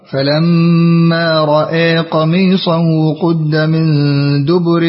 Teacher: أما أبو عمرو يفتح الراء ويميل الهمزة